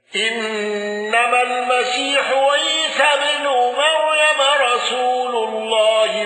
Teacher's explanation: حمزة على الوجه السابق بالسكت على المد المنفصل